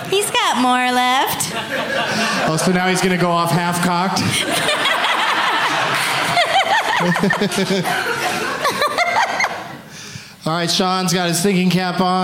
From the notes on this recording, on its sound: Live from the Secret Group in Houston.